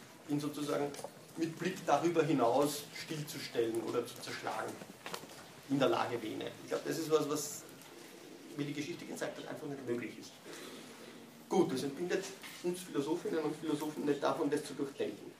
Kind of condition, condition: setting, large echoing room